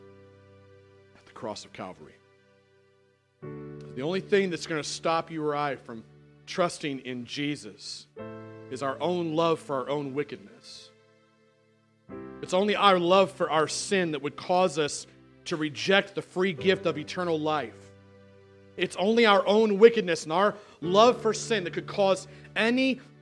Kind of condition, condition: setting, large echoing room